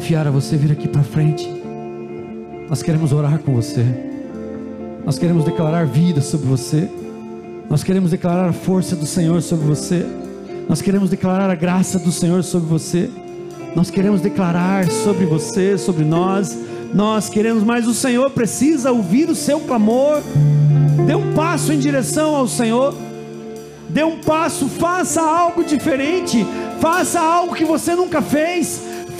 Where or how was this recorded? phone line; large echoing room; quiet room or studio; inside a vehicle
large echoing room